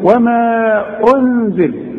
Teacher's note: المد لازم تمد اربع حركات، ده اسمه مد منفصل